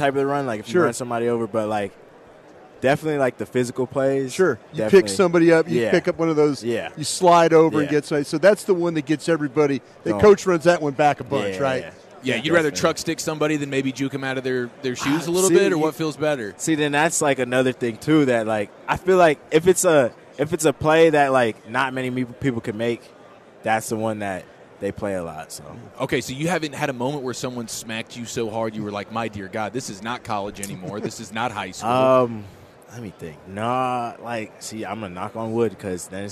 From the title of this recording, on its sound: live from Super Bowl Radio Row